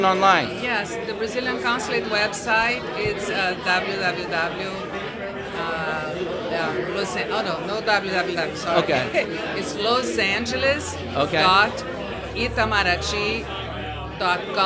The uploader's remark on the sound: Live at the MEAs